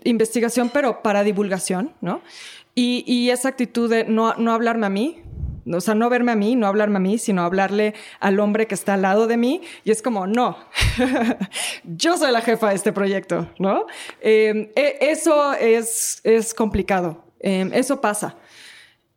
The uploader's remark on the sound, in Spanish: grabado en vivo